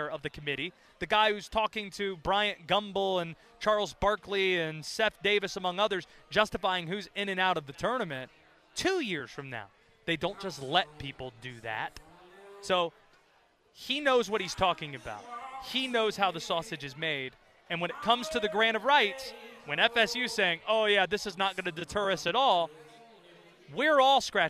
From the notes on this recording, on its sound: live from the Wyndham Championship